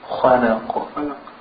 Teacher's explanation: When you stop at the letter qaf, this is one of the letters that has a vibration and echoing.